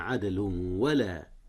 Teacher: إدغام هنا يا أستاذنا، أدغم التنوين في واو ولا